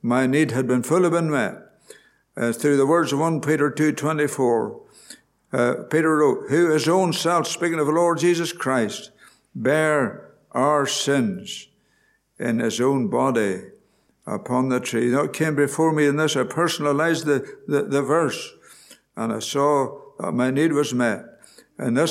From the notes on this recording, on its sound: Gospel Audio from Ballyclare Gospel Hall